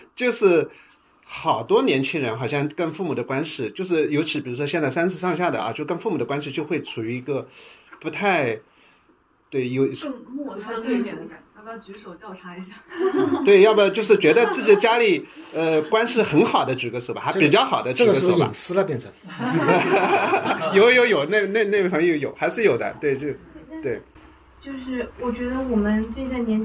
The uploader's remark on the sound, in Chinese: 由于是手机录音，杂音、环境音也都一并录进。现场读者参与热烈，但由于距离原因，声音较低，虽经后期调整仍显不足。现场读者互动也屡获掌声。